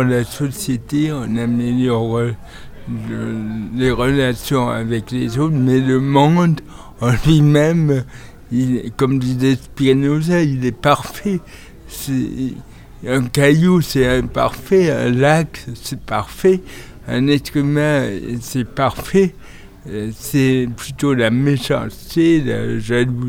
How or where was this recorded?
busy venue